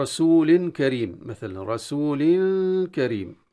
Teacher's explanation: أبقينا التنوين بالغنة إخفائها عند الكاف، لاحظوا رسول اللام مكسورة وبعدها نون ساكنة زائدة لا ترسم.